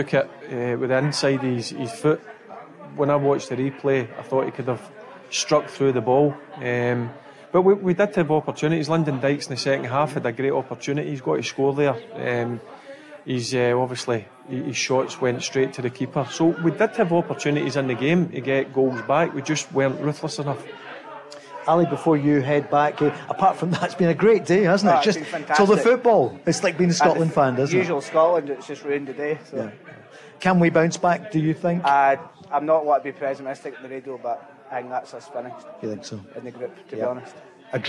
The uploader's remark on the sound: live from The Radisson Red